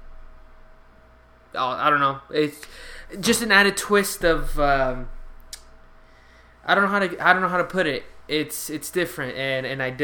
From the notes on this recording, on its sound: Also, note to self: Never record in an empty room. Sorry for the last 20 minutes of the show being cut off.